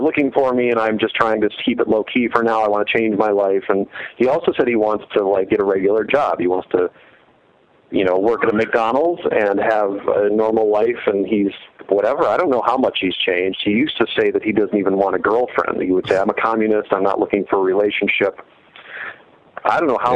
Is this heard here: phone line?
yes